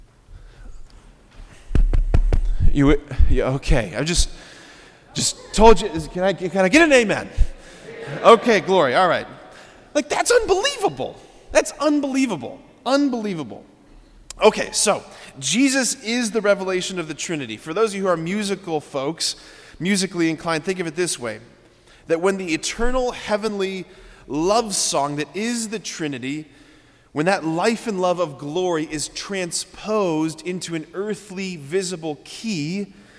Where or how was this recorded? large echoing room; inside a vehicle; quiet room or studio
large echoing room